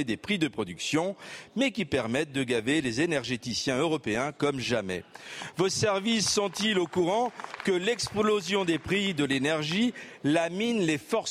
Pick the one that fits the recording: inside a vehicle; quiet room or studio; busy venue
busy venue